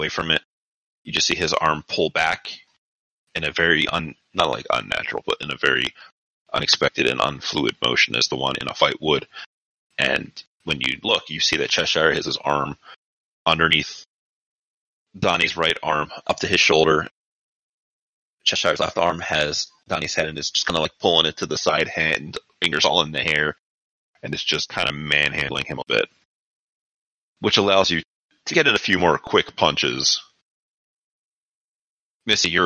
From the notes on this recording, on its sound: Audio quality isn't the best - Bots have bottom priority for Discord bandwidth and we've done what we can for the issues we were seeing.